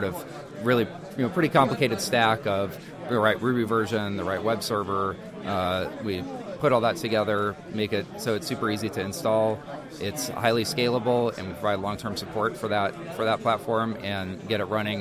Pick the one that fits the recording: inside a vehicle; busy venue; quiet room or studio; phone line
busy venue